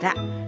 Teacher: 舌の先を反らせて上の顎の下の先を当てて発音するラ